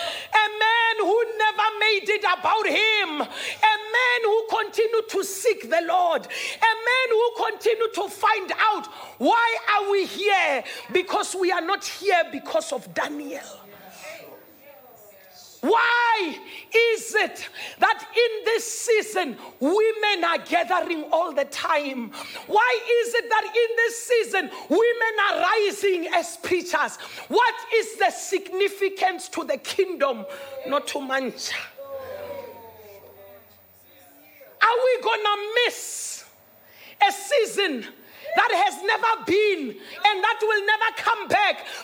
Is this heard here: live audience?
yes